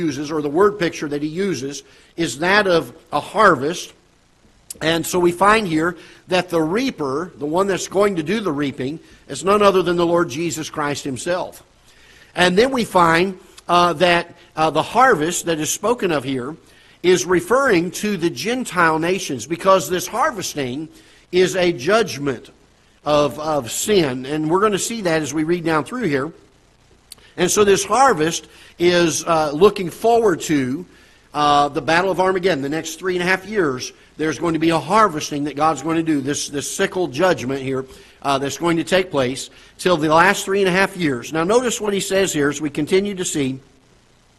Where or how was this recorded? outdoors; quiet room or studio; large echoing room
large echoing room